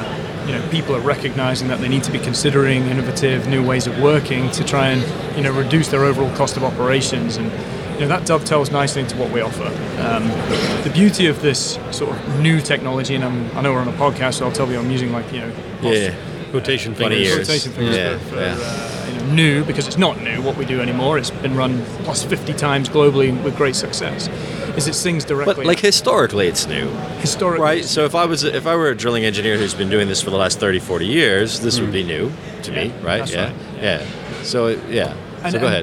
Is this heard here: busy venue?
yes